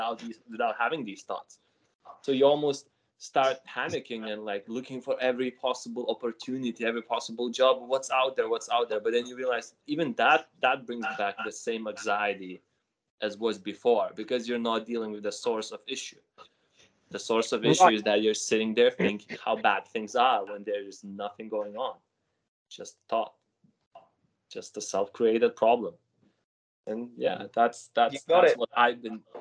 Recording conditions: video call